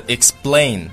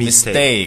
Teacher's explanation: 实际上它这个就是 p 的这个读音呢，要把它浊化成为这个 b